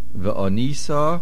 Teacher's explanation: Ve'onisa is mil'el, the main accent on the nun.